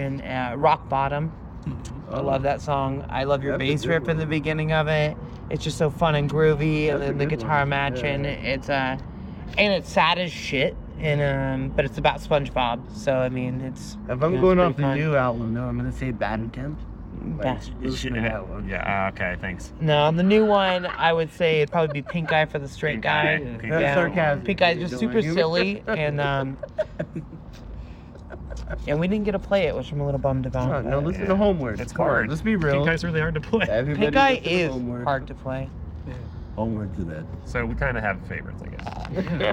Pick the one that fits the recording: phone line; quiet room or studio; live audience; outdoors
outdoors